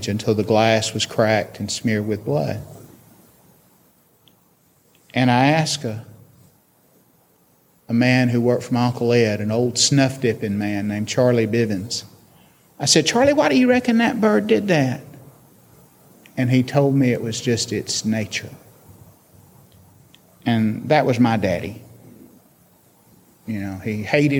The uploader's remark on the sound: This interview took place in front of a live audience at UVA's College at Wise.